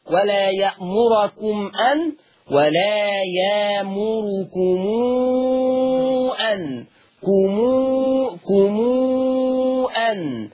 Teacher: صله ميم الجمع بمقدار الاشباع 6 حركات